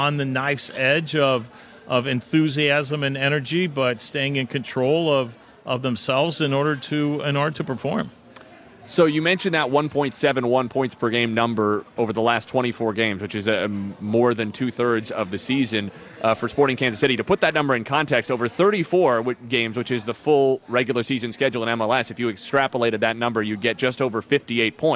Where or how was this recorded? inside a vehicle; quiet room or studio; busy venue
busy venue